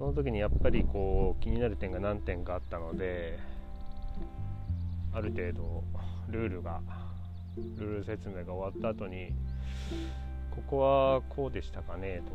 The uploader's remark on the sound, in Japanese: 外での収録なので自然の音が入ってます